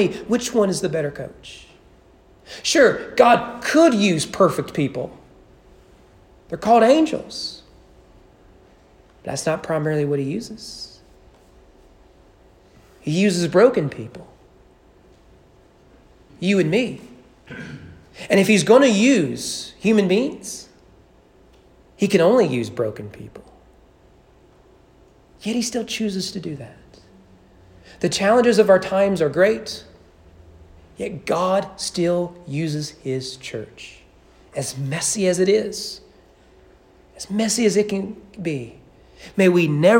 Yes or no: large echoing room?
yes